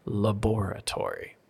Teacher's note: But for the UK, it's the laboratory. And the stress is on that second syllable.